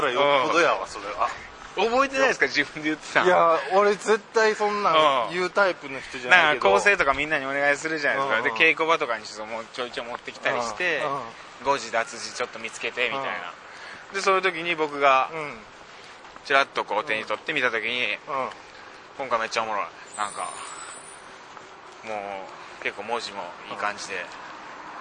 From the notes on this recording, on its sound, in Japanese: 今週は「月とスイートスポット」栗東公演が行われる劇場さきらからの帰り道に収録。